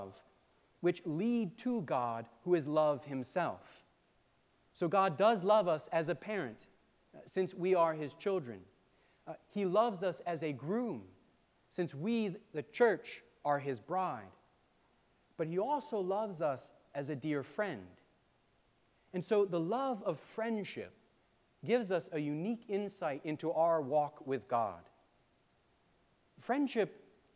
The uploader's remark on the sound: preached on June 18, 2023 at All Saints Anglican Church in Charlottesville, VA